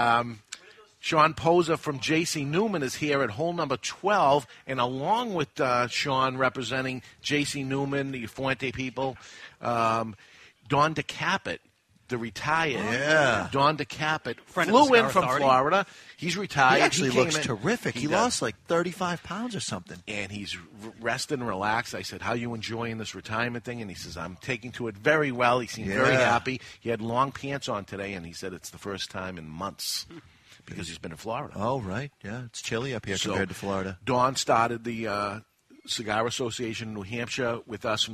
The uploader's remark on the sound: We're live at the first annual CANH (Cigar Association of New Hampshire) Golf Tournament at Amherst Country Club in Amherst, NH